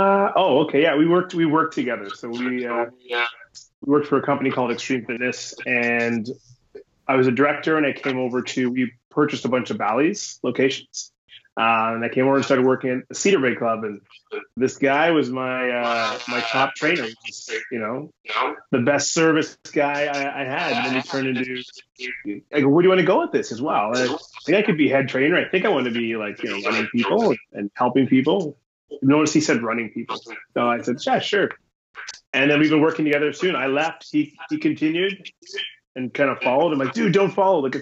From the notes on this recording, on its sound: There were some technical issues with the sound quality of this podcast